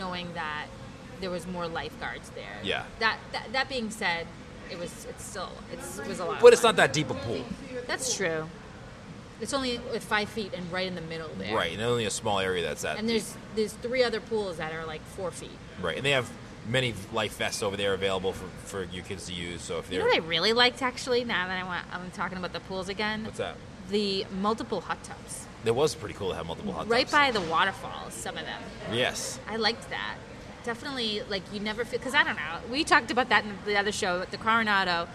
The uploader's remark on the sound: Live From The Swan and Dolphin Resort.